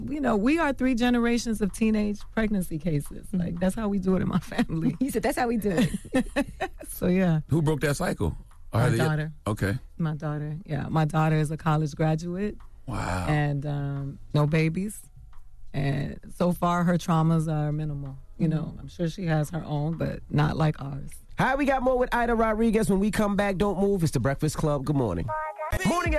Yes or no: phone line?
yes